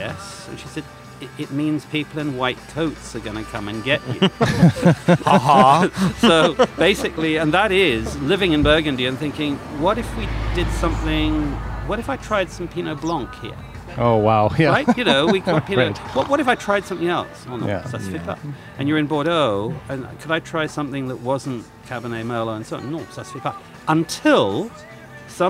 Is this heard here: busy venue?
yes